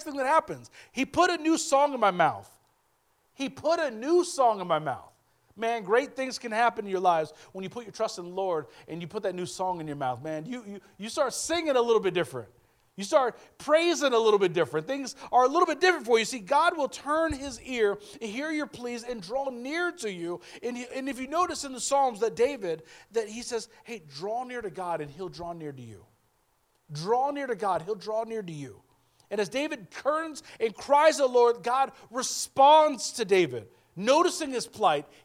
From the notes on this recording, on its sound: speaking at Soma Community Church in Jefferson City, MO